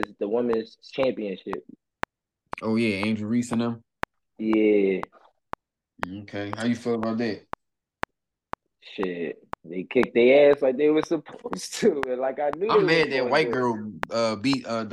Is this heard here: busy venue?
no